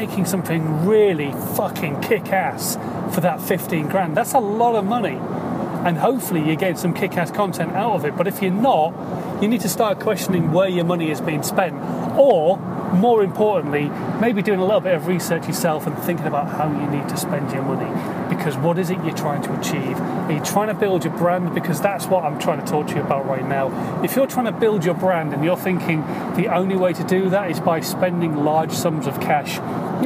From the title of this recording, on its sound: In My Car